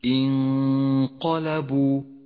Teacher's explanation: والآن لاحظ الغنة المفخمة في حكم الإخفاء في قوله تعالى انقلبوا حرف القاف حرف مفخم وغنة الإخفاء تتبع ما بعدها في الترقيق والتفخيم